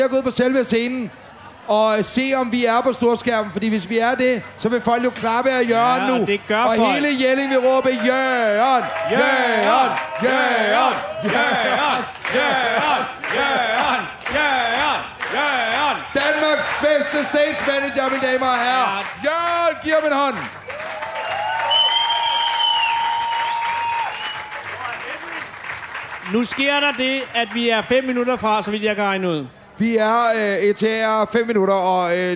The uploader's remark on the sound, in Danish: Live fra Jelling